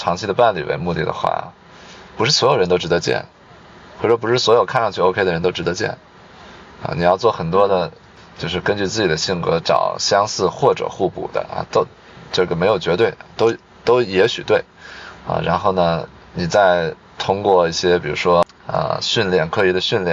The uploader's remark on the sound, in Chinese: 后面每个话题都是纯临场，连大纲都没有。因为边开车边录的，有点吵……已经尽量降噪啦，下次有室内录制！